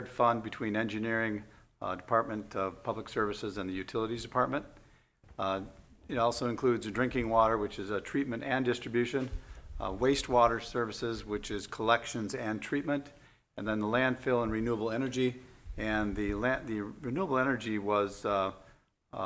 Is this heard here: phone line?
no